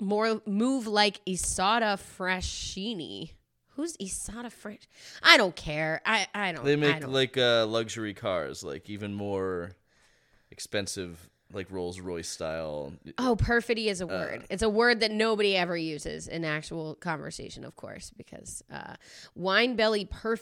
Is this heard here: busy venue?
no